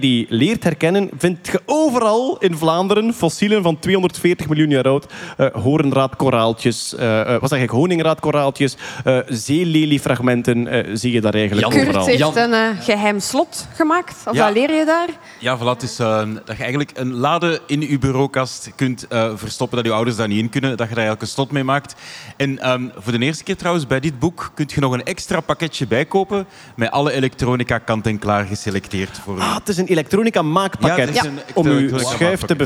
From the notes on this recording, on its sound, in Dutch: Live vanop het Nerdland Festival!